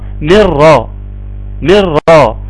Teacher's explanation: بعد الميم شيل النون وحط راء. بعد الميم شيل النون وحط راء واقرا من راء من راء. · Term: ادغام بغير غنه